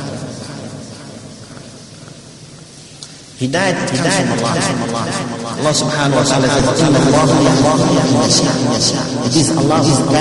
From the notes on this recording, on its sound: Jumuah lecture at Masjidun Nasr